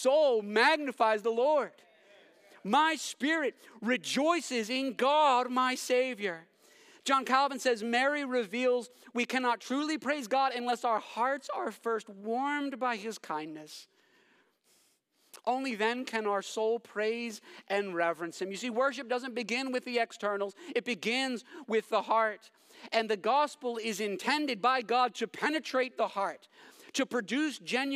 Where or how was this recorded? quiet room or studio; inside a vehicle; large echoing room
large echoing room